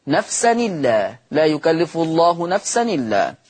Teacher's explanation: يقرأ ورش بالنقل فتصير نون مكسورة